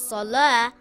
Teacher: Sad is a heavy letter and should not be pronounced light. The closest letter would be the letter S in English and similar to the letter Sin, but it is pronounced with a heavy sound